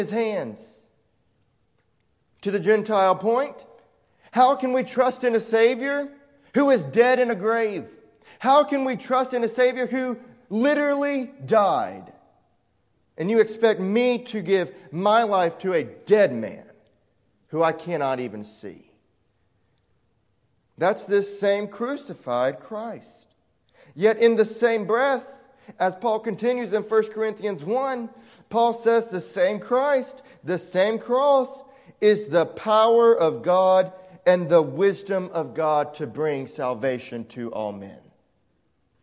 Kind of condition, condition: setting, large echoing room